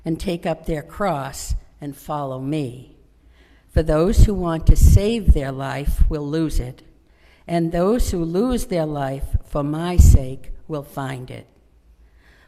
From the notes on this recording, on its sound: Sermon recorded on the Third Sunday in Lent